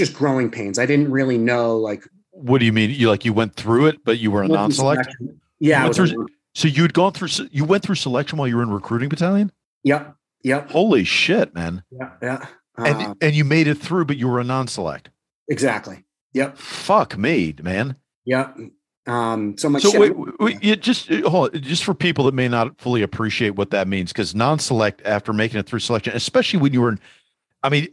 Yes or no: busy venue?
no